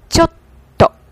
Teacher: Before say TT, you need a pause before that. · Term: double consonant